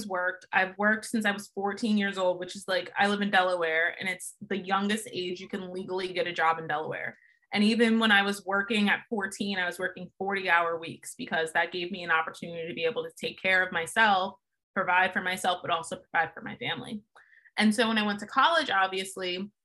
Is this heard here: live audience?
no